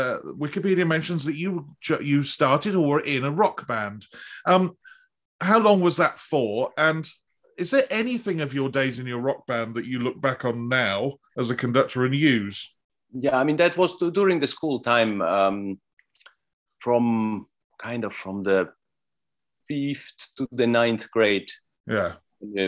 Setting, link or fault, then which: link, video call